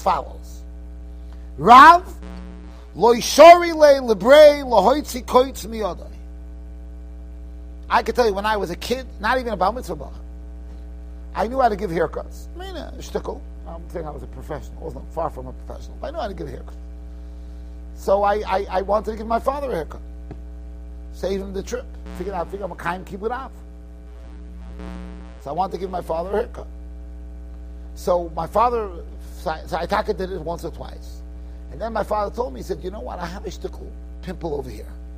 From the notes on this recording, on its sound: Shiur recorded in Yeshivas Ohr Reuven, Monsey, NY.